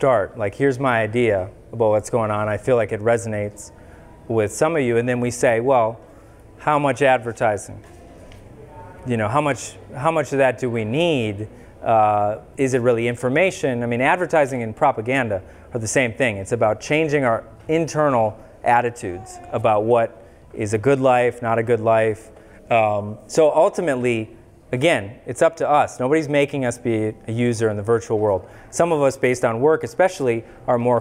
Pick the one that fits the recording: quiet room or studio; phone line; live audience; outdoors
live audience